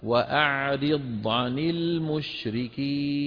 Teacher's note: لابد أن نبين الضاد ونبين رخاوتها